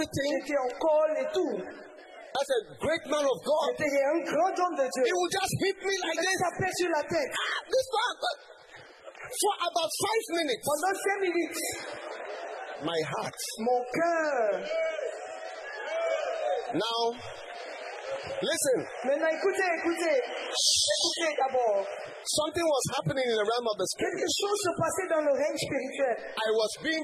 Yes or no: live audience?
yes